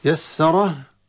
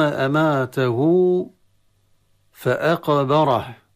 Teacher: طبعا الراء مفخمة كالعادة لأنها مفتوحة · Shown in: first take